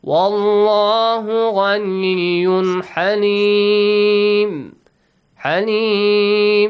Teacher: Ghaniyun tanween plus halim starts with the letter ha. It's amongst the throat letters, so the rule idhar is applied. You have to produce the sound of tanween clearly.